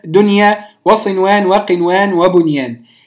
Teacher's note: ثم الحكم الثالث، طبعا استثنينا من حكم الإدغام بغنة إذا أتت النون الساكنة بعدها ياء أو واو، بعدها ياء أو واو فحكمها الإظهار